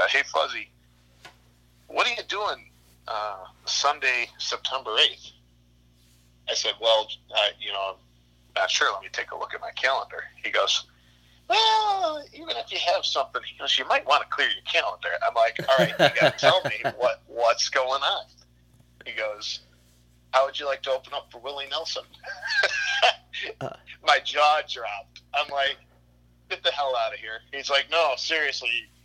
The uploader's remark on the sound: Burnt the phone lines.